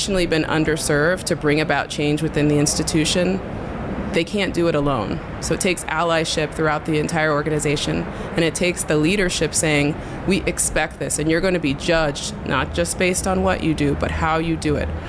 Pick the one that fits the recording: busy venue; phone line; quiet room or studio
busy venue